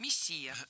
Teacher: ударение в этом слове падает на второй слог – «мессия».